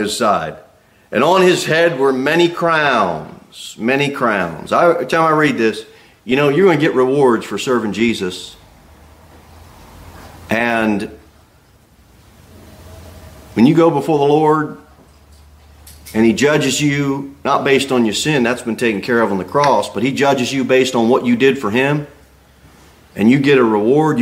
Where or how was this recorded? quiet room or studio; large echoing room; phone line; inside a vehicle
large echoing room